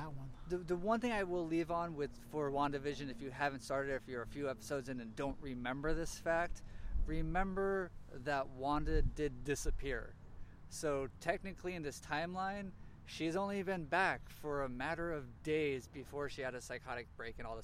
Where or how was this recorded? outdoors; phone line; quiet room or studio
outdoors